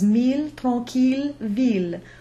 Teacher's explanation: the exceptions, mille, tranquille, ville, where the L is pronounced · Term: the spoken L